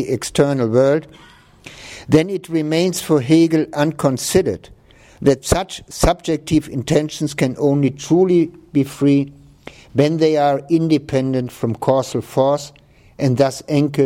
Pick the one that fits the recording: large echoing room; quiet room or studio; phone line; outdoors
large echoing room